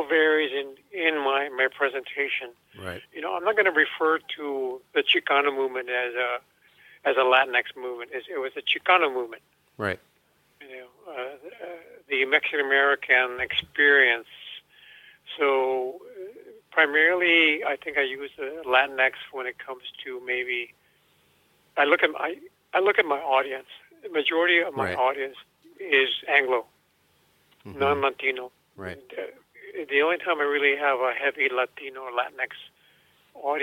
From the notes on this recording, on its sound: over the phone interview